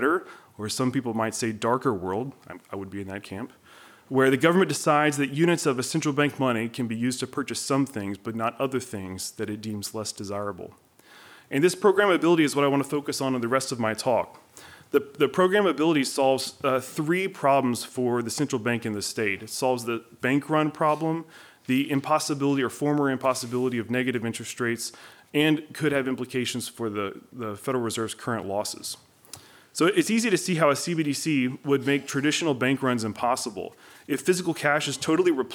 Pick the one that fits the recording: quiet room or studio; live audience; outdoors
live audience